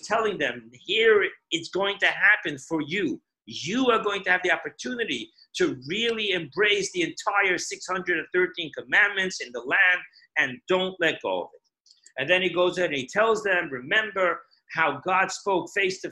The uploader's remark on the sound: Zoom Parsha Class.